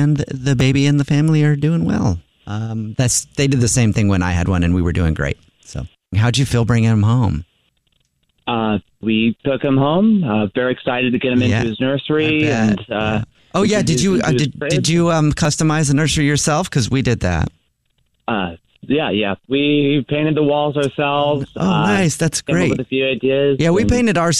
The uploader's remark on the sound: Phone Prank